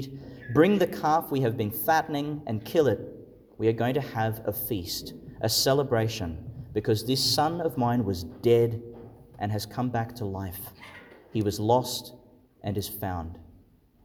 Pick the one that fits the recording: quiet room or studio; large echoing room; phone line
large echoing room